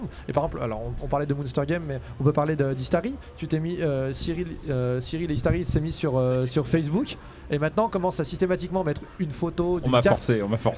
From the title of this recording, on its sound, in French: en direct de Paris est Ludique